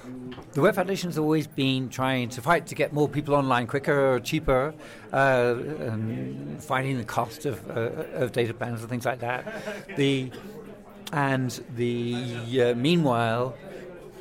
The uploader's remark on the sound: Today’s pop-up podcast from the World Economic Forum. Speaking before an audience at a live taping of the podcast in Davos.